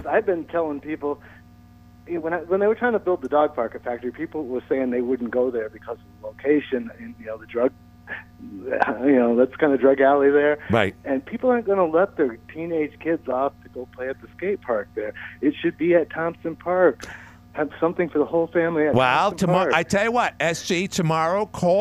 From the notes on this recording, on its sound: called from Nevada